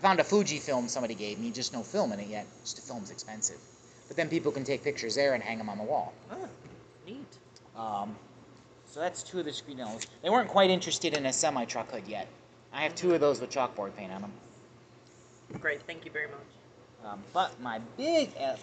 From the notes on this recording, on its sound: A sit down at Lagano's Cafe (Eastlake, OH)